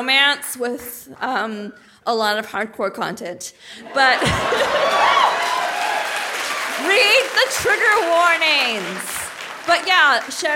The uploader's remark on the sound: Live from Portland!